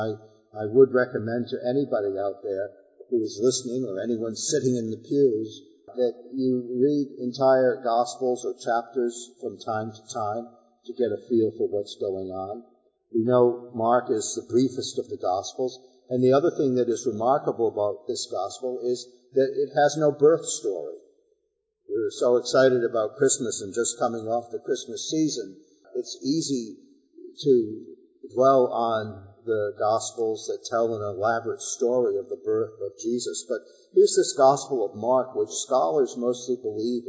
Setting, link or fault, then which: setting, large echoing room